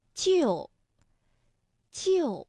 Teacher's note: 四声的调值是五幺，也就是说，单独读的时候是就就